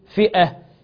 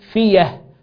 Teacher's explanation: الهمزة المفتوحة بعد كسر تبدل ياء · Shown in: second take